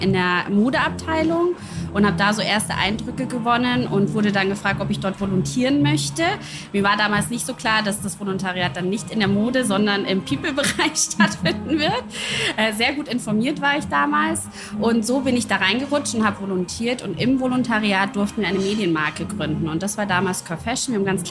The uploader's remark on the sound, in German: Ja, ihr hört’s - der Wiesn! In authentischster Paulanerzelt-Atmosphäre mit perfektem Blick aufs feiernde Publikum.